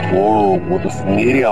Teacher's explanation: War almost sounded like there was a second weak syllable there, like horror. · Term: extra syllable